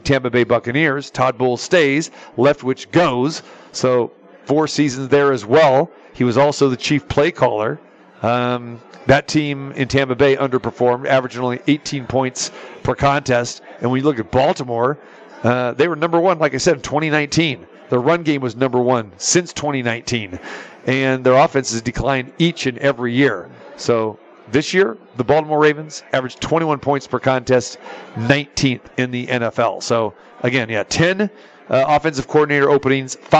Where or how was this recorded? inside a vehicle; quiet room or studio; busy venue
busy venue